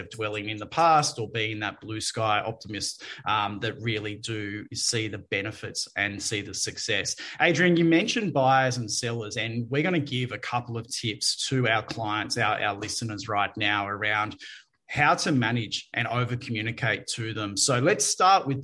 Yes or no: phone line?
no